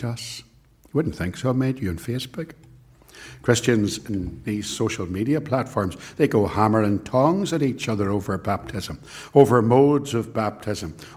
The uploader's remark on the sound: This sermon was preached at both Ballymacashon and Templepatrick Reformed Church. It was recorded at Templepatrick and is used here with their kind permission.